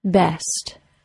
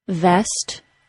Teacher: only a slight vibration between the bottom lip and top teeth is necessary for the V sound · Shown in: second take · In fact, overdoing a V sound, though it may be a very clear sound, causes a lot of trouble in connected speech.